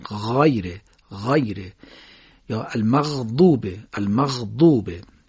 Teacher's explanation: حرف غین نرم و کشیده ادا میشه